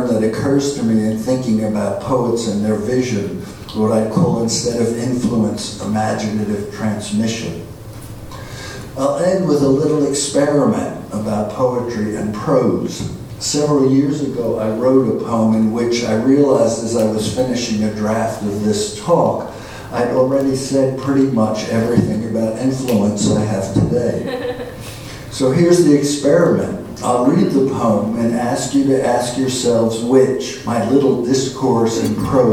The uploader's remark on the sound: at the Worlds Literature Festival Salon